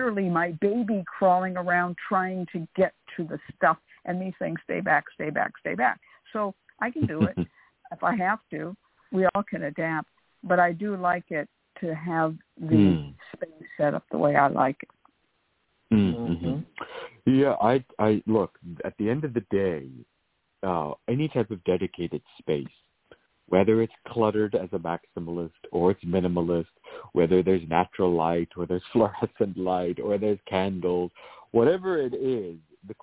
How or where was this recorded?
phone line